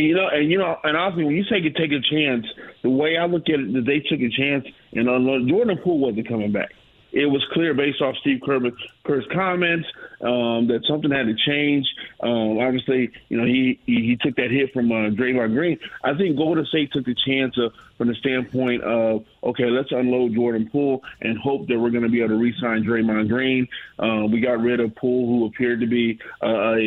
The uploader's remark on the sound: LIVE in studio. Keeps the show rolling some phone calls! Questions and comments from listeners online!